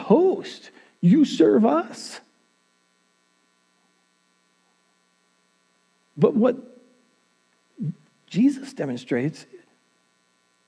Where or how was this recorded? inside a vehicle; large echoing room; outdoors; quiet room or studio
large echoing room